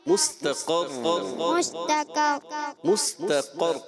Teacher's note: قاف موٹا رکھنا ہے. قاف کو موٹا پڑھنا ہے اور را مشدد دو مرتبہ اس کی ادائیگی